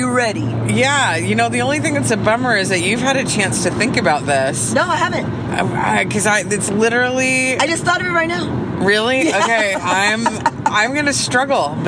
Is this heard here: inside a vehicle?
yes